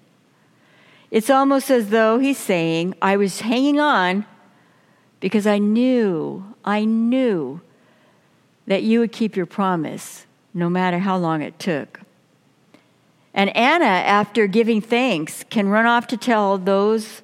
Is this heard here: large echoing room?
yes